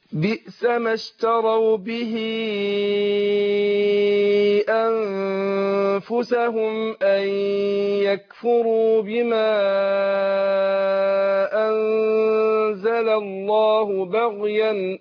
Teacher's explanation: احنا هنمد المنفصل اربع حركات، اي علامه اللي هي الموجه ديت علامه المد، هنمدها اربع حركات